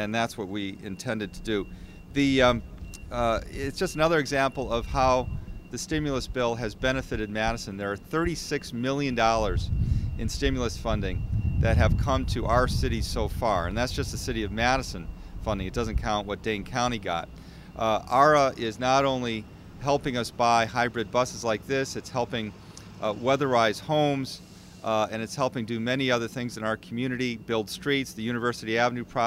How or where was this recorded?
busy venue